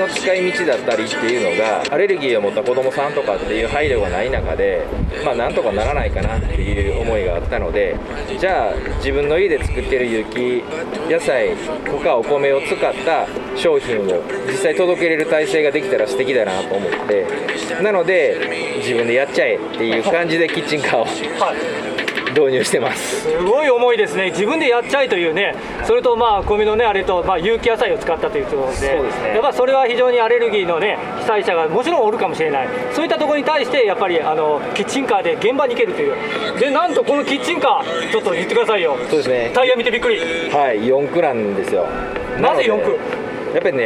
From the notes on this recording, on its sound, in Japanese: 久々の屋外収録です！！小松島市・あいさい広場で開催「防災キッチンカーマルシェ」の様子をお届けします。